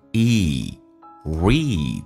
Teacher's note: Read 长元音，嘴角往后拉一点点。